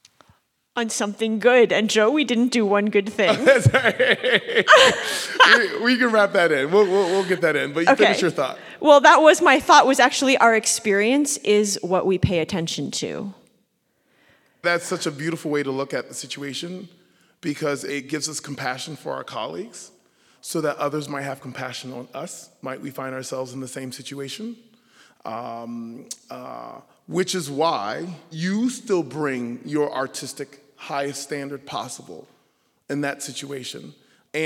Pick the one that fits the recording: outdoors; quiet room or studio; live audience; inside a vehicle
live audience